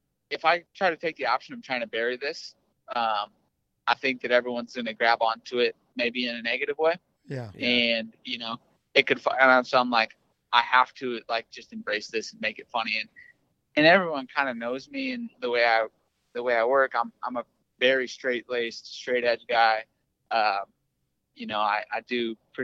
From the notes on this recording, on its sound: called in on today's show